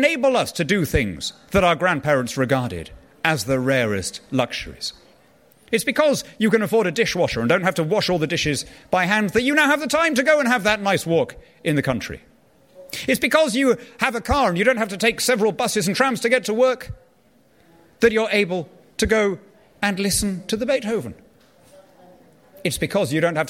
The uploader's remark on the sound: This week is a special episode of Free Exchange, recorded live at the Conservative Party Conference in Manchester.